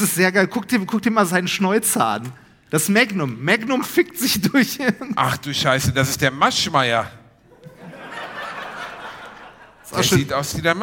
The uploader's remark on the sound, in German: Diese Woche gibt es daher die erste Hälfte unseres Live Mitschnitts aus der wundervollen Schwarzkaue in Herten.